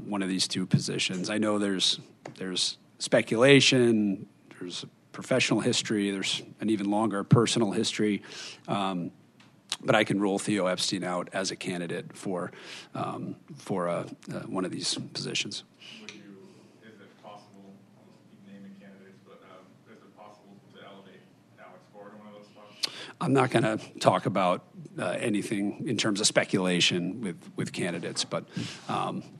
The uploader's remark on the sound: Hosted a press conference at Fenway Park, including a Q&A with the local press.